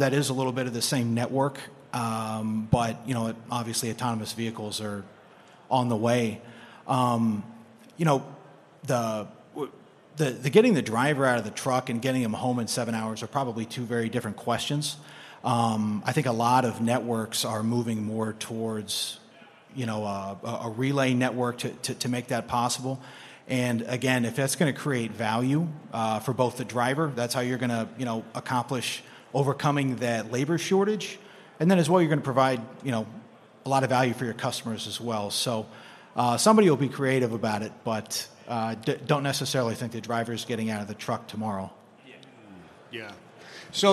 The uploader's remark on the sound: live from day 1 at F3